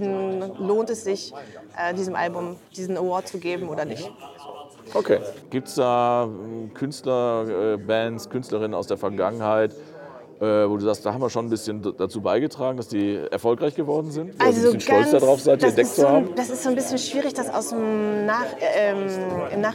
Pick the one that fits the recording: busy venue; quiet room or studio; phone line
busy venue